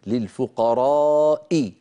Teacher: الذي يجعلني أطول المد مجيء همزة بعد حرف المد للفقراء، مجيء هذه الهمزة هو الذي جعلني أطول. · Term: المد المتصل